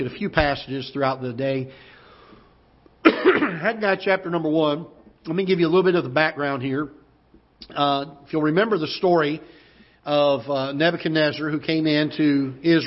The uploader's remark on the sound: Ketha Heights Baptist Church ~ Live Broadcast